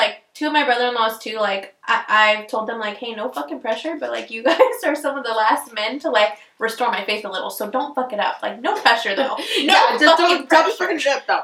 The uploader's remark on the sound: Bare with us with the audio, this was one of the first guests and we had to figure out the microphone